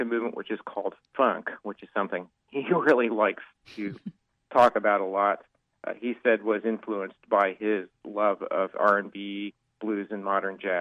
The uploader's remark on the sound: joins us by phone